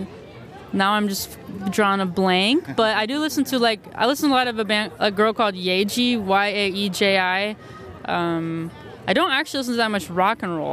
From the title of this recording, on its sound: Live at Mid West Music Fest 2019